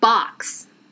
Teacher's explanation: アメリカ英語の方はちょっと A の音がその O に入っちゃってるんですよね